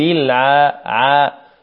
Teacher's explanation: نقول عاء، ولا نميلها، بعض الناس يميلها عي يضغط عليه حتى تخرج عي